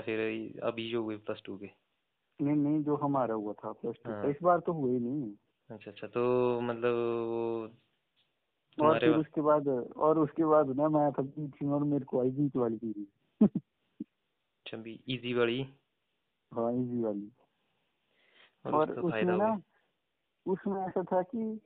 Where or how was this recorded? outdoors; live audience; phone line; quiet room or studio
phone line